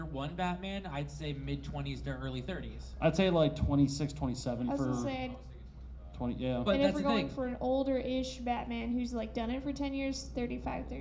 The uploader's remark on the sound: Live at Farpoint. We're live from Farpoint 2019!